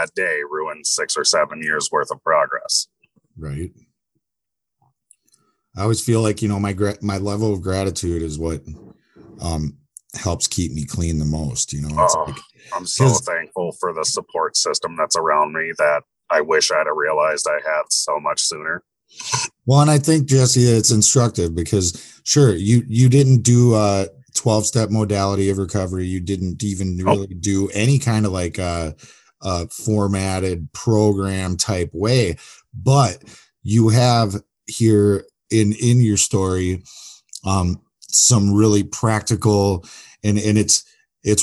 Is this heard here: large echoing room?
no